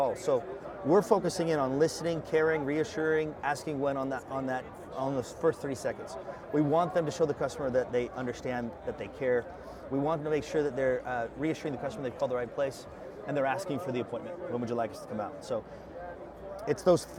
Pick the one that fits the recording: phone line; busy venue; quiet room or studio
busy venue